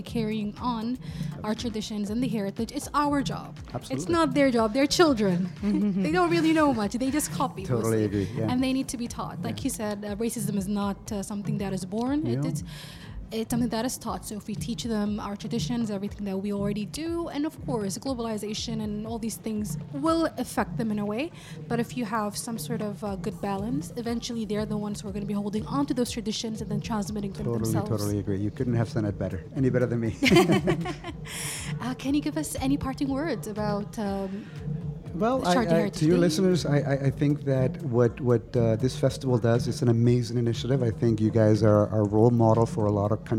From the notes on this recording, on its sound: Live from SHD 2023